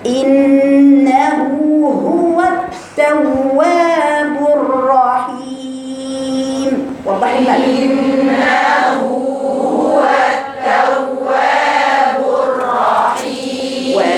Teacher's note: الهاء بطلعها من مخرجها أقصى الحلق